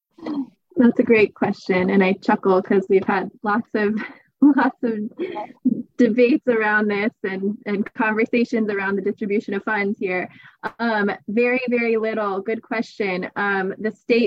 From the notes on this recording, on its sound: This episode was recorded August 24, 2022 before a live-virtual audience